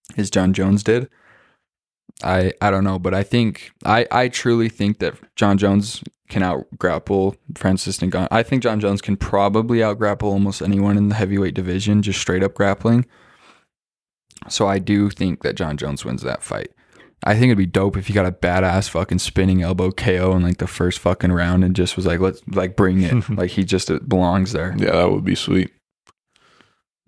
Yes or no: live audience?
no